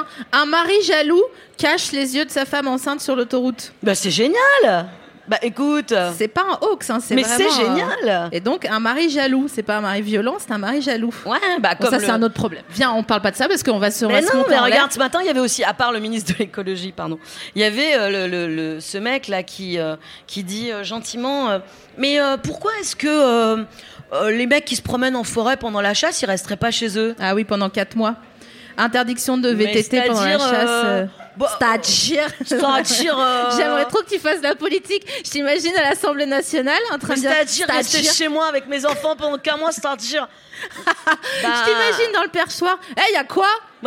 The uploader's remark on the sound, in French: Dans l’ambiance Feng Shui du Paris Podcast Festival. À La Gaîté Lyrique (3bis rue Papin, 75003 Paris).